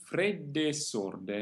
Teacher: the conjunction E, the letter E, meaning and, triggers phrasal doubling, so the S of sorde can be a little longer, like a double, and therefore the two E's are pronounced together rather short.